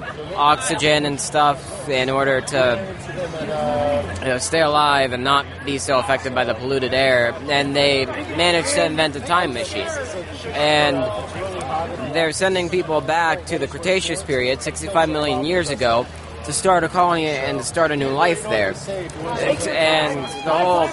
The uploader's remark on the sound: Recorded live at Indy PopCon 2014